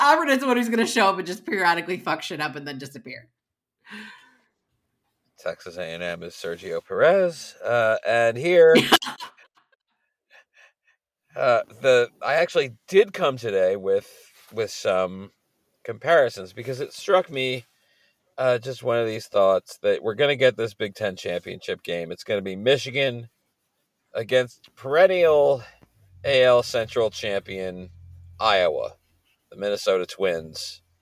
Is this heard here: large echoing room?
no